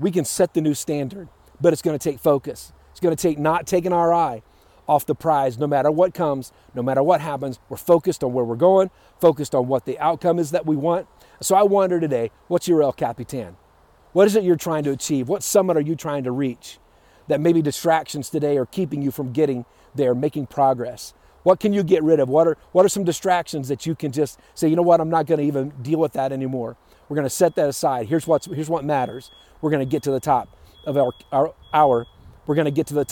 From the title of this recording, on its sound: Live from Yosemite National Park